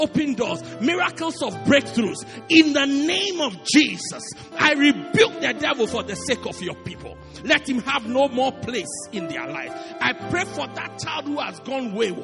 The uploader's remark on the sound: Preached Christ Our Hope Cathedral, Pietermaritzburg-South Africa